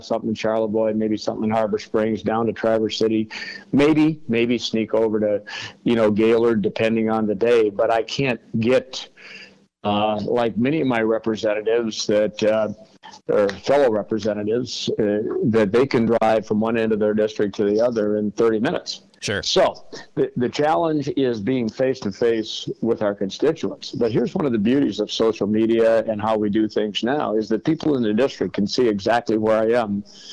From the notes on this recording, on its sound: Was able to have a phone call.